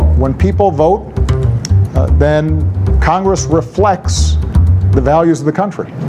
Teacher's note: 这个 of 呢，好像变成很轻的一个，好像几乎好像不见了 · Term: weak form